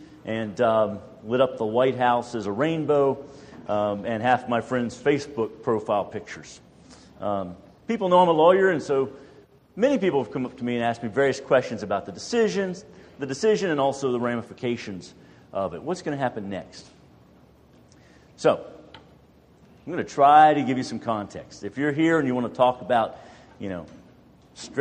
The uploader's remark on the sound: More than a dozen churches in our community gathered for an evening of lectures and discussion. This is an audio recording of the second of the two lectures delivered.